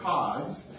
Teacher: anytime we have a K at the beginning of a word in English, we always put a little puff of air with it. And that puff of air is called aspiration. · And that puff of air is called aspiration. And so we have the word cause, and that has that puff of air.